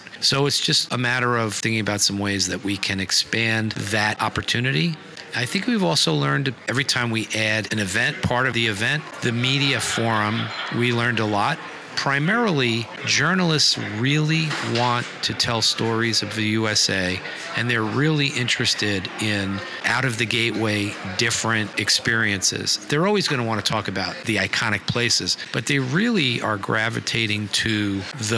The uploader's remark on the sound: Live From Travel Week